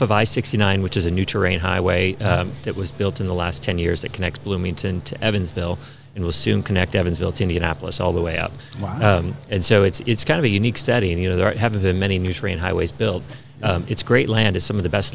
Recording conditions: busy venue